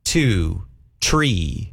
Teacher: he had a hard time saying the TH sound. So it wouldn't come out three. It would come out T.